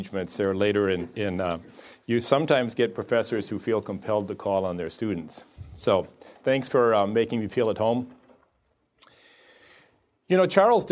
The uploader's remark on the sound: In this episode we bring you an Acton Lecture